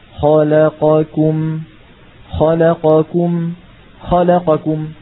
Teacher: اختلف زمن نطقي بالفتحة بحسب سرعة القراءة